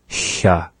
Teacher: With the sha, the tongue is more relaxed. The tip of the tongue isn't going anywhere. It's just staying down. And maybe the dorsum area of the tongue, the middle area of the tongue, comes up slightly and creates a narrow passage in which we blow air from the lungs through the mouth.